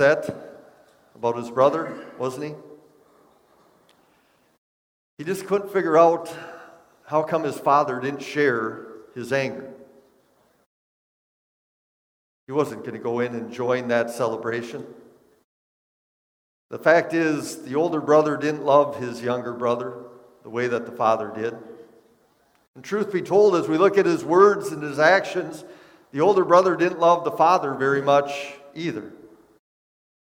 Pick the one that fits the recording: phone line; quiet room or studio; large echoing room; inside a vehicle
large echoing room